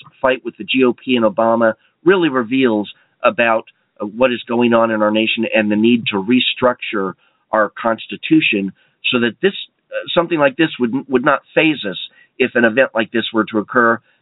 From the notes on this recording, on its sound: We'll leave some time for phone calls, for your questions and comments.